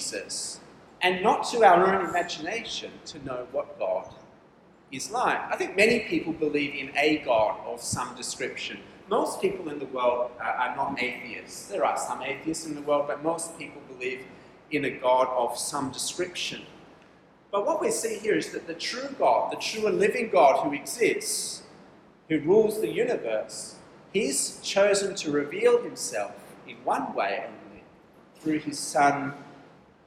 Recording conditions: live audience